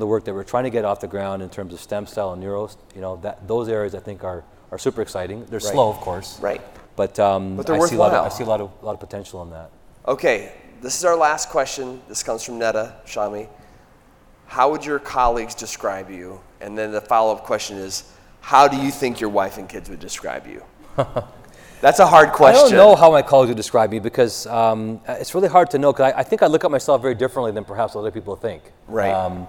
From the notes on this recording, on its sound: For an on-stage interview at the ME Live meeting in Nashville. In this live recording. While fielding questions from the audience.